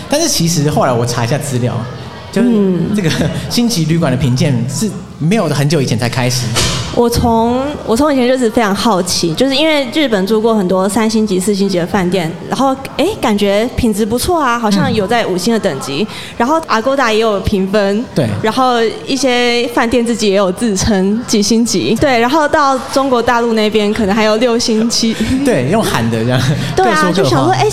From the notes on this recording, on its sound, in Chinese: Live Podcast 原音直送。